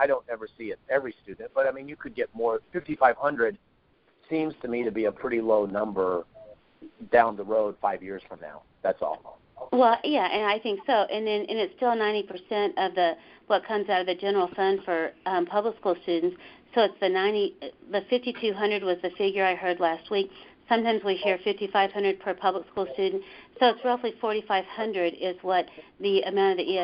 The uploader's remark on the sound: In a recording obtained by The Arizona Republic. An unscripted conference call with Christian school leaders.